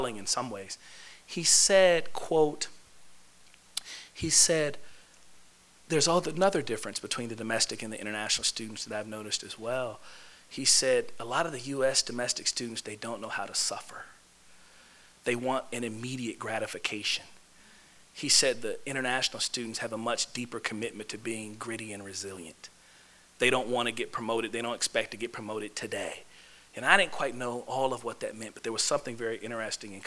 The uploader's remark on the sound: This lecture was given on Tuesday, March 1, 2016, in the Cape Cod Lounge of the Student Union at UMass Amherst.